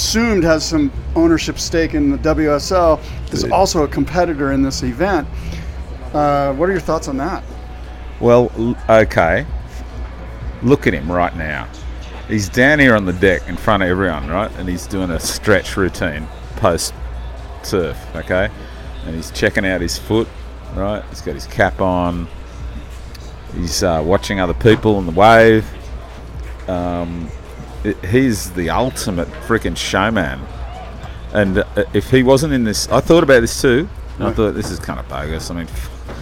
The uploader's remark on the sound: Live from Surf Ranch! Report live from the Surf Ranch Pro.